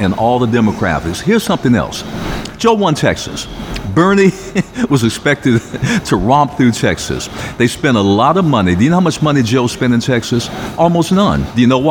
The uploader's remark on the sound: Live from the Dunbar Hotel